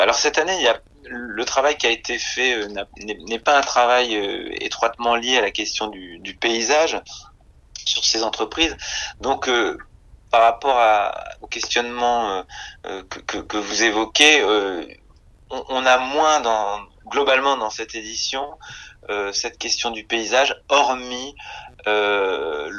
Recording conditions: phone line